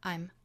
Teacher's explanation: 那在弱读的话，更可能读成 I'm。元音是很短的